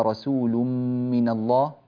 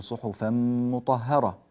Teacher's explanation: تنوين بعده حرف الميم، وهذا إدغام بغنة